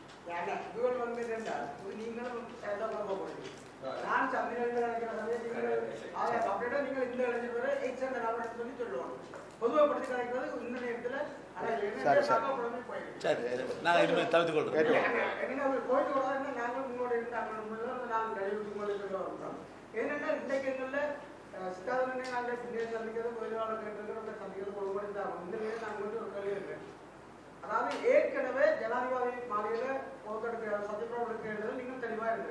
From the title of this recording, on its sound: Press conference by EPRLF, TELO and PLOTE